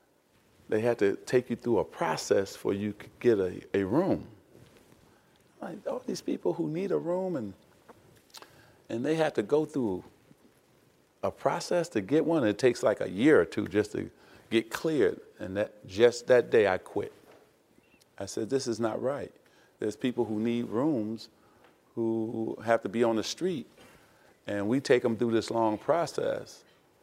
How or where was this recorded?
live audience